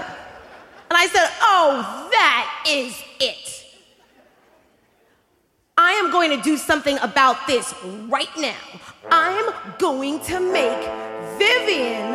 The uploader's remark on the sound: Performed live at Snap LIVE! In Oakland's Paramount Theater.